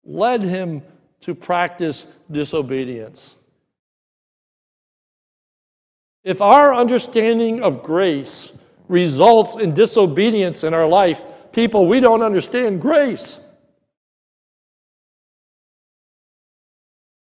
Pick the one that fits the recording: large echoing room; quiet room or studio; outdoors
large echoing room